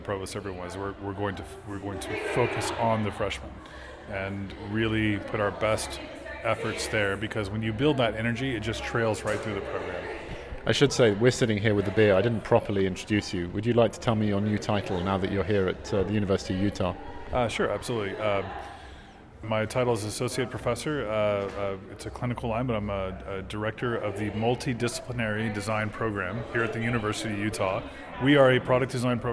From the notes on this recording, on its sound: Live from day one of NCBDS 33.